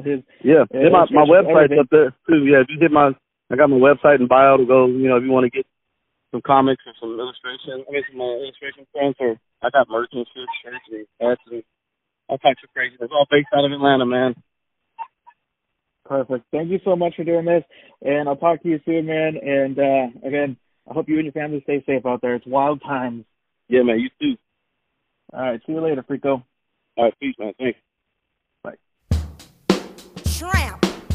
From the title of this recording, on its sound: Phone Call